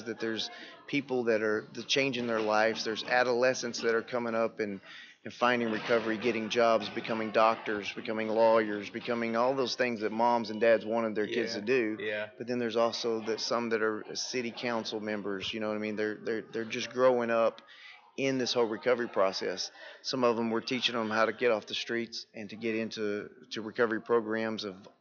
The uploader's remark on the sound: at the 2015 TAAP State Conference on Addiction Studies in San Antonio, TX